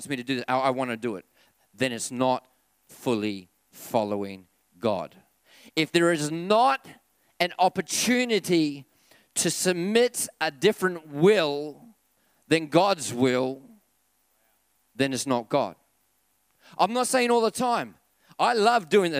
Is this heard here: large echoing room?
yes